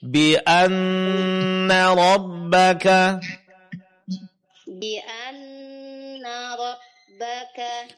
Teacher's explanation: Kemudian jangan lupa nun bertasydid itu didengungkan, tahan selama dua harakat. Bi anna rabbaka.